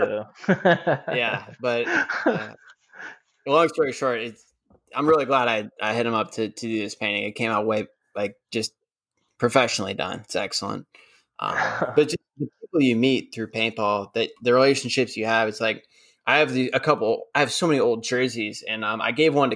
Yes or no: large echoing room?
no